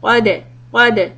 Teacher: Dal qalqala, qad, qad. You touch the dal makhraj and then let your tongue come back.